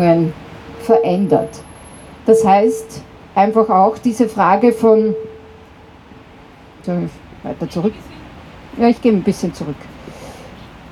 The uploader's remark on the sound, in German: Mai 2023 auf der Mariahilfer Straße in Wien an der IDAHOBIT-Demo der Homosexuellen Initiative (HOSI) Wien und des Vereins Intergeschlechtlicher Menschen Österreich (VIMÖ). Unbearbeitete Aufnahme der Reden auf der Abschlusskundgebung am Platz der Menschenrechte. Musik wurde aus urheberrechtlichen Gründen rausgeschnitten.